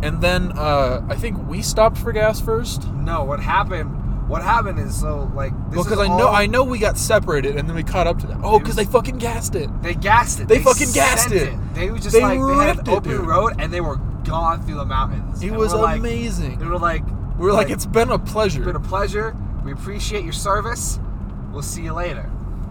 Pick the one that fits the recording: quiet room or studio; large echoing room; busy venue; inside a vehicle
inside a vehicle